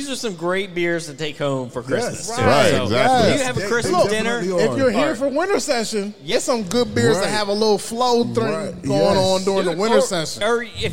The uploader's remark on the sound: go live from Autumn Arch Beer Project